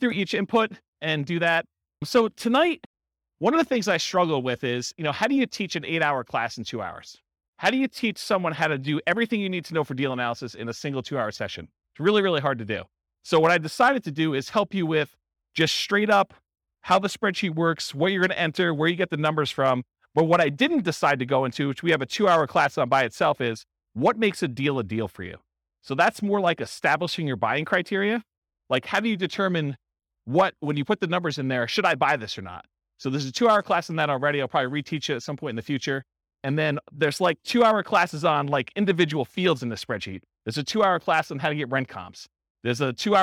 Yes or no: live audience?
yes